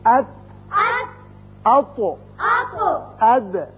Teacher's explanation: کھردرا تالو استعمال ہوا زبان کا اگلا حصہ اور تالو کا جو کھردرا حصہ ہے ان کے آپس میں ملنے سے یہ تینوں حروف ادا کیے گئے · Term: کھردرے تالو کے حروف